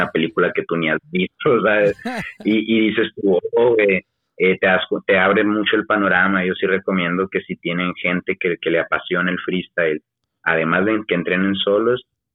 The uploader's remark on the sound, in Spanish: Entrevista Telefónica